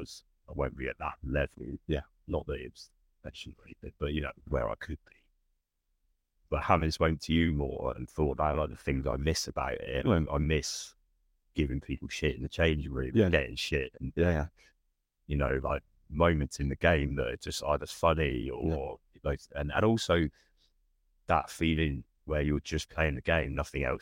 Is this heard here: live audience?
no